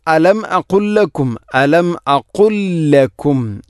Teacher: അപ്പോൾ ഇത് ഖാമുതമാസിലേൻ, ലാമിനെ അടുത്ത ലാമിലേക്ക് കൂട്ടിലയിപ്പിക്കണം